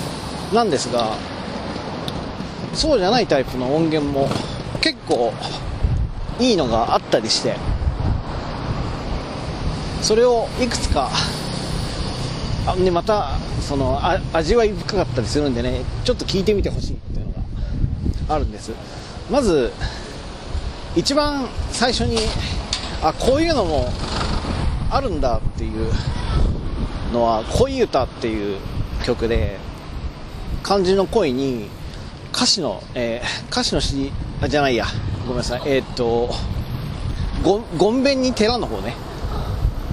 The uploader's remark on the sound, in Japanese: 自転車に乗って移動しながら。やっぱり聞きにくいので。